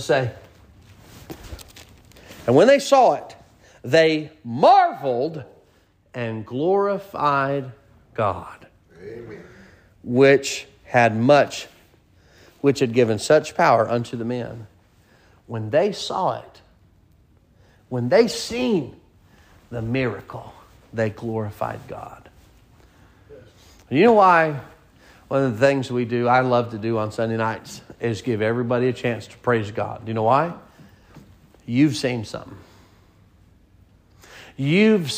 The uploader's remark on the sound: Sermon preached at Mid County Baptist Church